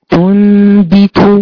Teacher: تقولي لي إقلاب حكمه غنة بمقدار حركتين